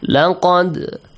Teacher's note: With a bouncing sound, with an echoing sound on the letter dal.